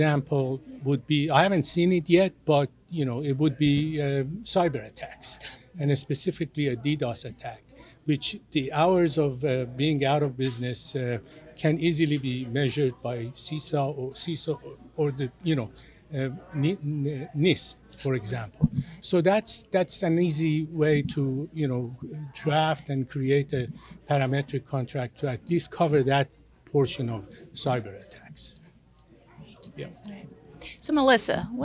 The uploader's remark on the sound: Panelists spoke with AM Best TV at the annual Vermont Captive Insurance Association conference in Burlington.